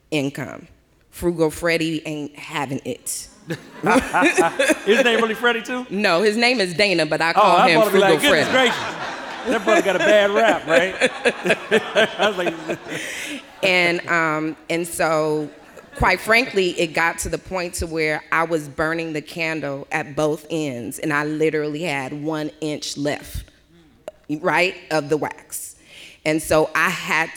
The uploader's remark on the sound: They spent an hour sharing secrets with the audience